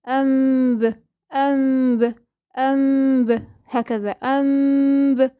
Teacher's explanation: حاجة إن أنت لابد من إخفاء هذه الميم عند الباء، بس لازم بخفي عند الباء بدون كز ولا تطبيقة للشفتين، اوعي تطبقي شفايفك، لو طبقتي شفايفك هتتحول الى ميم مشددة